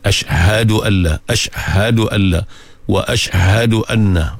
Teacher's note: Huruf H ni kalau tuan-tuan tak jaga, dia mudah hilang. Dan dia kadang-kadang kita tinggal lagu tu dalam keadaan tak sedar.